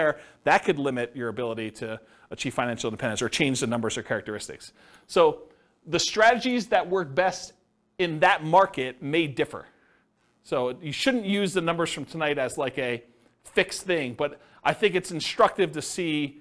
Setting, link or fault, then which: setting, live audience